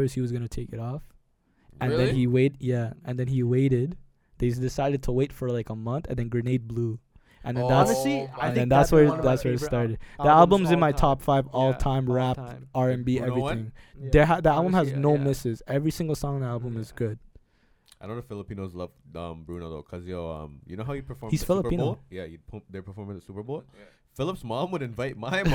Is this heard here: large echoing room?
no